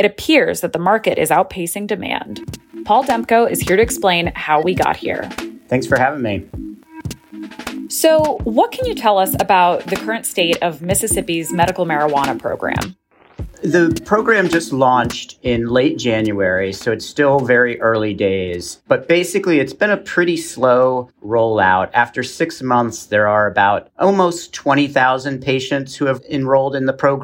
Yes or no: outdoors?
no